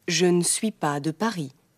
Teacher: Dieses ne spreche ich als Französin meist nicht so überdeutlich aus. Ich verschlucke das ö von ne.